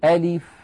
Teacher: أنطق همزة مفتوحة بعدها لام مكسورة بعدها فاء ساكنة